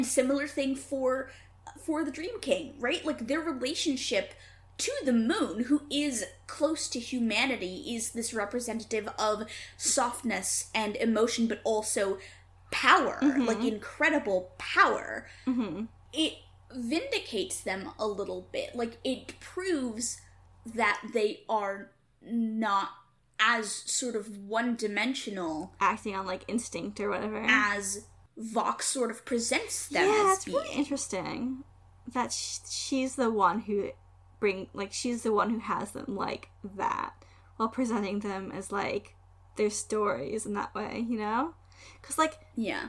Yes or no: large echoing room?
no